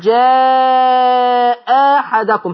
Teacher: لنا وجه تاني ان احنا نبدل الهمزة التانية ألف بس الألف دي تتمد كام؟ حركتين لان بعدها الحاء متحركه. لو كان بعد الهمزه الثانيه اللي هجيبها الف دي ساكن كنت مديت سته.